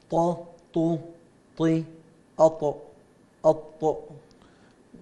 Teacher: شوف شيخ عبد الله، الداء الطاء والدال والتاء احنا قلنا نفس المخرج، الطاء لوحدها تميزت بالاستعلاء والطباق، بينما الدال والتاء مستفلة